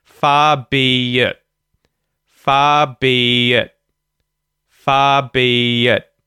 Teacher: the I in the word it actually becomes a schwa vowel sound. It gets reduced and it becomes a.